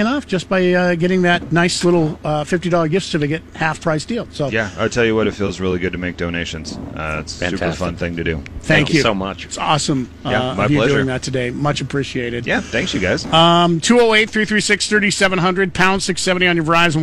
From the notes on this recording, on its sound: LIVE from the TOY DRIVE